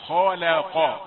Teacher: فالقاف مفخمة وصلا ووقفا